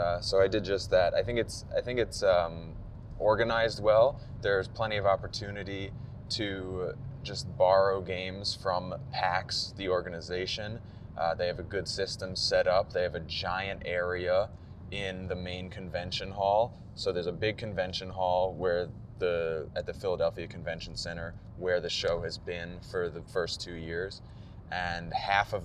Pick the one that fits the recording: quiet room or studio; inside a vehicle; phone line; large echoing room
inside a vehicle